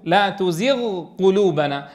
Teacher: فلم تدغم الغين في القاف